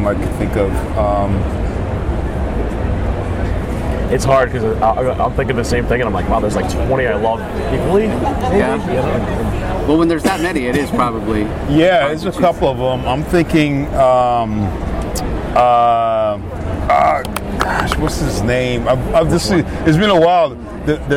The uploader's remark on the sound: LIVE from SDCC '23